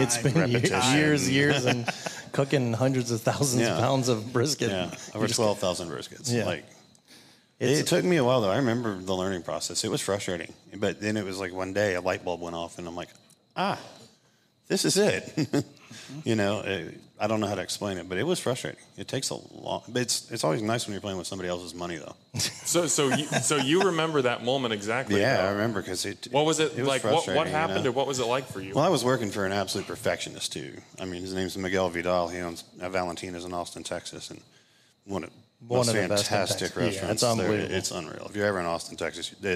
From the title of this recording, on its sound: LIVE BBQ Bash